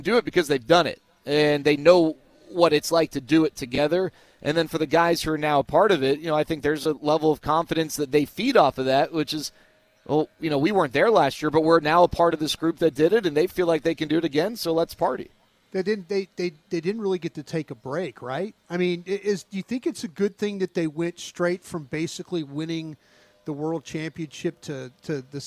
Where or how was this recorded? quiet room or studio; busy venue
busy venue